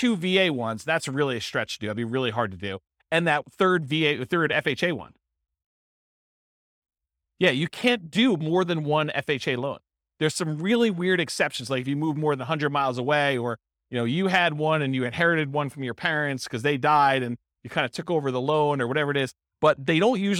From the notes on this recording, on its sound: This was a live class recorded